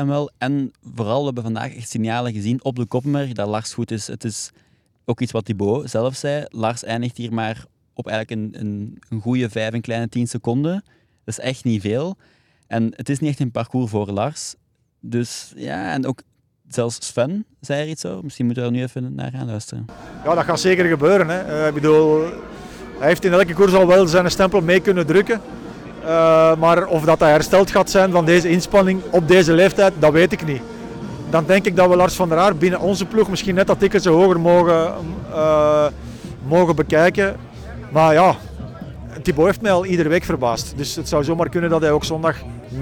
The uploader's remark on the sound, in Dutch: Live vanaf de Koppenbergcross. De WielerFlits Podcast komt deze week vanaf de Koppenberg.